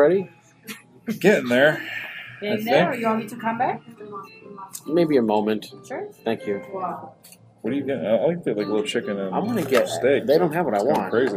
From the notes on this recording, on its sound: We apologize for the raw nature of this episode. Clinking silverware, ambient noise, and chatter with the staff all add to the experience.